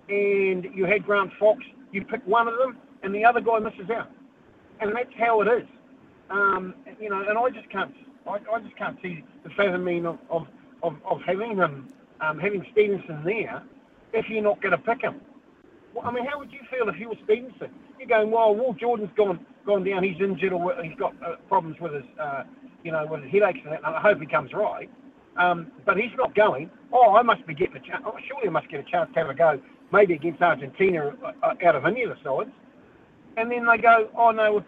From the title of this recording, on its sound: Your calls & texts